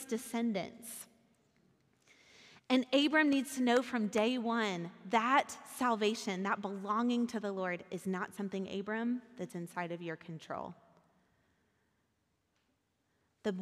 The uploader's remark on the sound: Recorded at our Sunday gathering on January 23, 2023 in Port Orchard WA